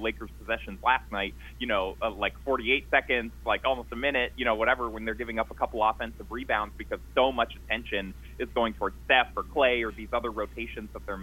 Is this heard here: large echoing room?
no